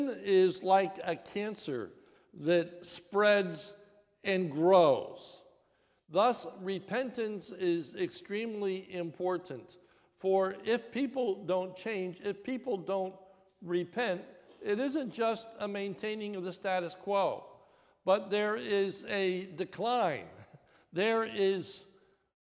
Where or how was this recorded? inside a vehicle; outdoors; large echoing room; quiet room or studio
large echoing room